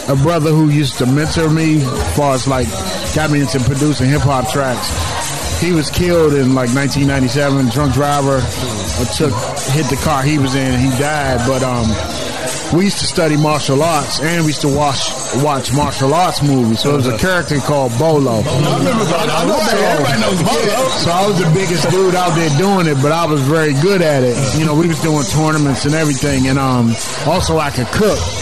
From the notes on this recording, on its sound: Recorded at the season finale of Road 2 Par's Putt & Puff event at Lake Presidential.